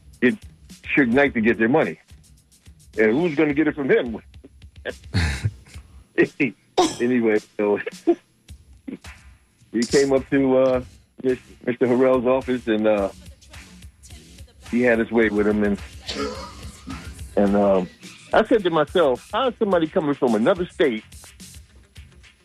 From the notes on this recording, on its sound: unique magazine format call-in show